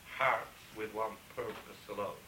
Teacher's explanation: The R, the medial R, is in fact there in Irish pronunciation.